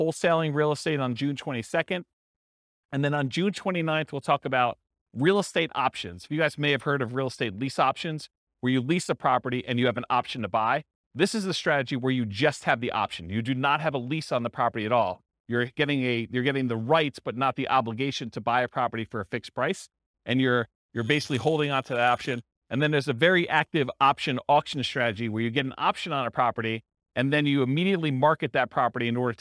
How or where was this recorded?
live audience